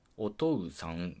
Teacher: 母音連続を長母音に変えるっていうね